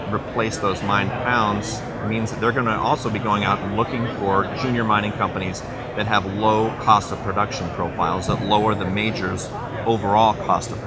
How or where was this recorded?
busy venue